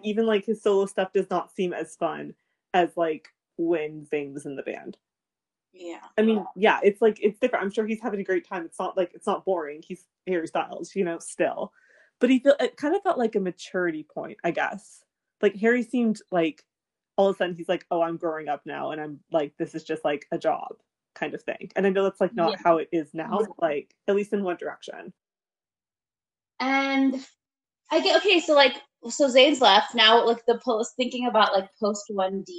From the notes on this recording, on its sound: We would apologize for all technical glitches